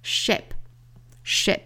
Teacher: friendship 后面这个 ship 不要发成了 sheep，应该是口型稍松的 i 的发音